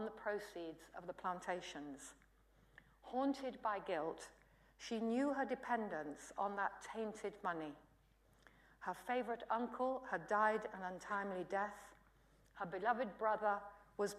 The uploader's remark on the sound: UCL Lunch Hour Lecture